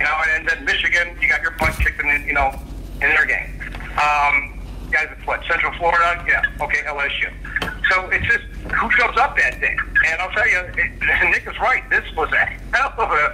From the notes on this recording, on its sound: conference call interview